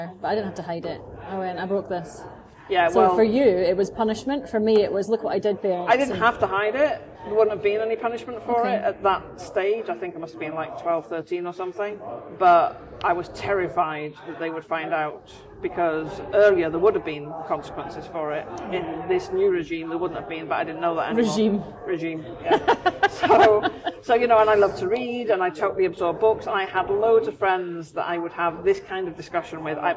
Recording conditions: background noise